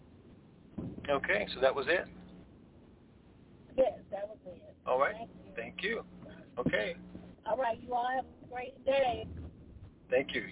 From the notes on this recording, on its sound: Conference Call.